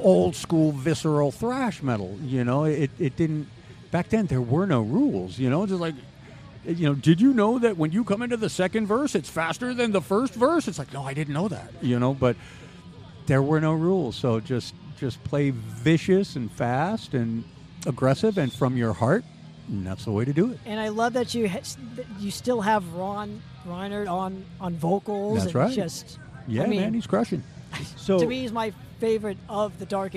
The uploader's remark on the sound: Live at SD Metal Swap Meet